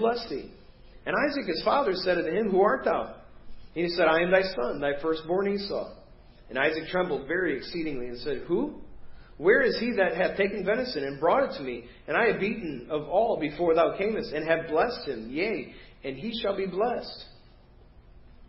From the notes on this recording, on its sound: Preached at First Baptist Church of Hazel Park